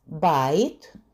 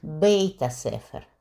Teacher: Например, очень часто меняется «а» на «э»